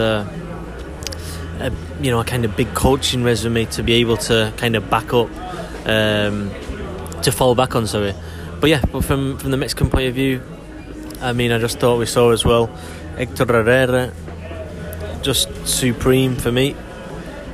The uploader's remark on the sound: Live from Newark Airport